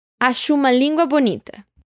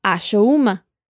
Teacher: juntamos el sonido de la U en acho con la U de la palabra uma · Shown in: first take